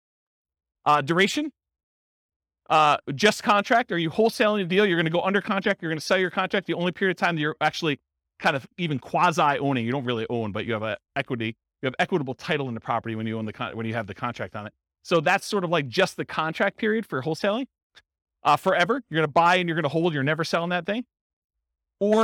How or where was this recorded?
live audience